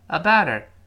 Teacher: 但是 about 后面那个 t 读快之后会发生一个浊化现象